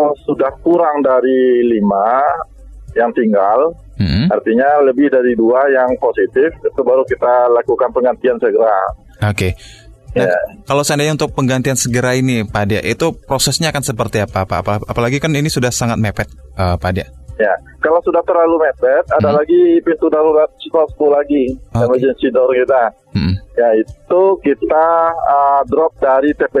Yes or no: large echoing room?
no